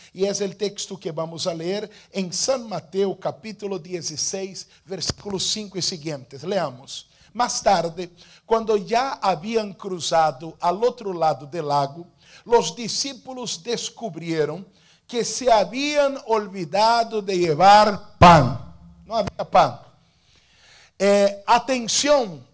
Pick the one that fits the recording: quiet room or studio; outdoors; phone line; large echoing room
large echoing room